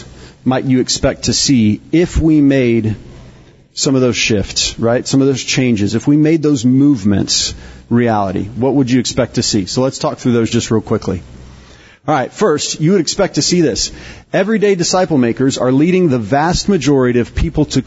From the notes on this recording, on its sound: This podcast is one of several workshops from Exponential’s Global 2023 Conference in Orlando.